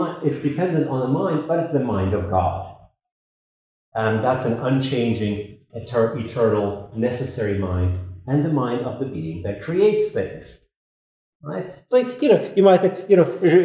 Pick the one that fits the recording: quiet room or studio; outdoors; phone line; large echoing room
large echoing room